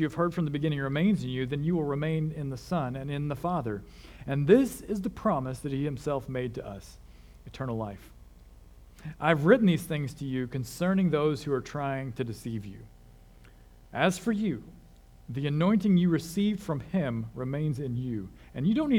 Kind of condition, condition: setting, large echoing room